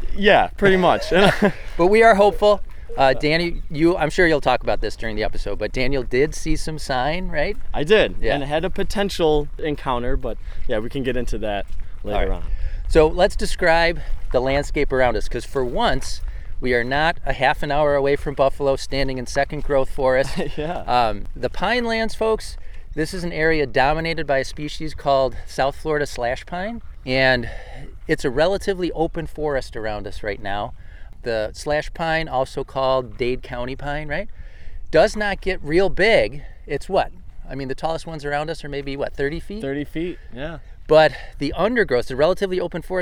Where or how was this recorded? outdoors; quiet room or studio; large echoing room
outdoors